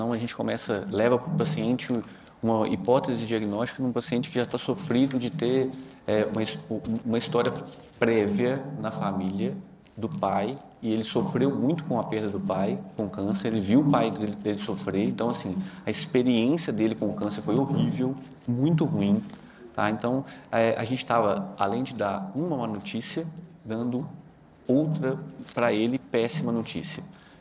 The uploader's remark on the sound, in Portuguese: Gravado ao vivo no XII Congresso SAMMG.